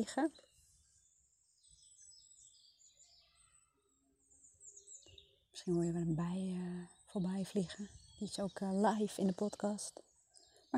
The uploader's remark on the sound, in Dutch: Niet door mij maar door de achtergrondgeluiden!